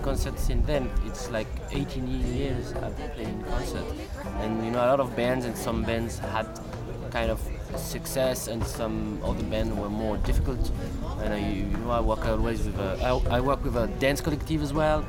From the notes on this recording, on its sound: While delivering workshops and panel discussions at Shambala Festival in 2016, we interviewed some of the great women performing at the event over the weekend.